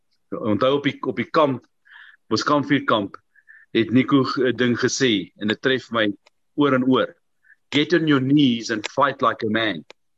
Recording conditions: video call